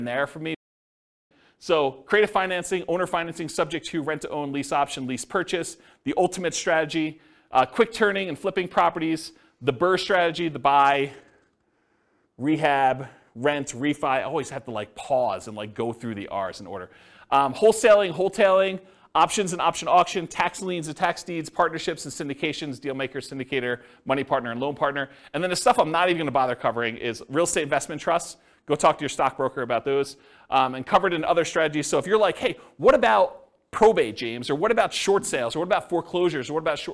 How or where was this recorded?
live audience